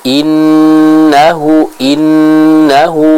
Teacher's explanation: kita baca dengan gunnah yang sempurna, suara yang benar-benar dimasukkan ke dalam hidung secara kuat